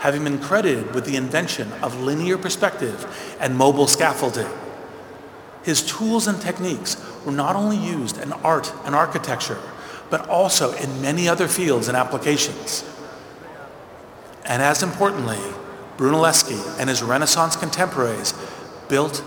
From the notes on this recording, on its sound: Commencement Speech at Bologna Business School. At the Bologna Business School at the University of Bologna, the oldest university in the Western world.